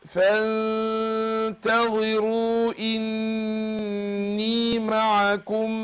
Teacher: مش هتفخم الغنة هنا، النون ساكنة بعدها التاء، حرف مستفل